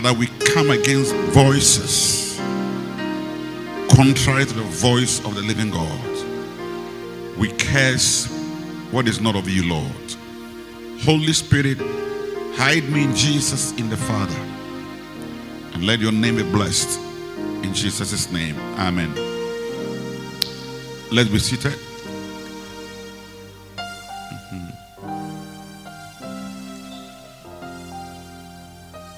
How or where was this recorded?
large echoing room